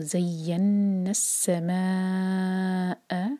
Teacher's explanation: نون کے بعد جو حمزۃ الوصل ہے وہ پروناؤنس نہیں ہوگا